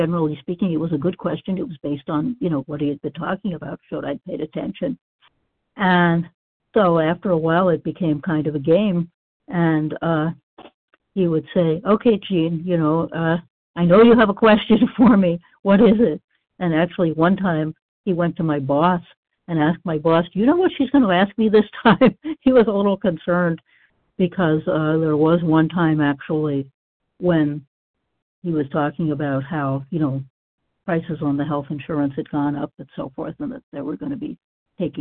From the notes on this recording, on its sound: 100 Pounders Phone Meeting, 3/30/23